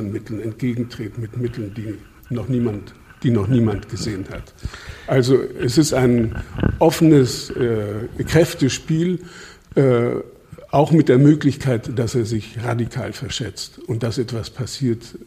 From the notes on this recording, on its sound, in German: Februar 2022 im Rahmen von „2 um 8 – der radioeins- und Freitag-Salon“ am Berliner Ensemble aufgezeichnet.